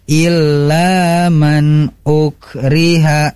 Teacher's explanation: Ilanya pun tidak terlalu panjang, tapi harus dua harokat